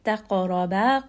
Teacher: ra here is also going to be heavy because it has a fatha. · qaf is going to be heavy. It also has qalqala. So make sure that you give it a bit of bounce, that you make it heavy.